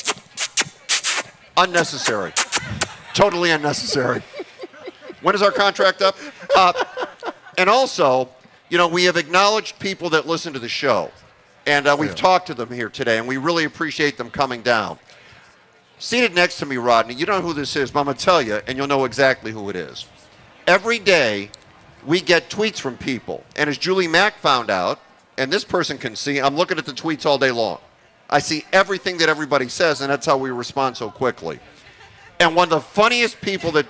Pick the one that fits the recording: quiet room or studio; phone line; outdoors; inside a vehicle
outdoors